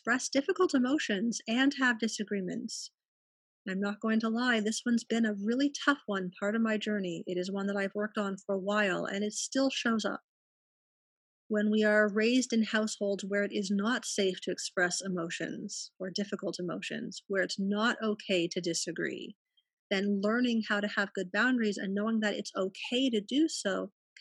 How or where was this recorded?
video call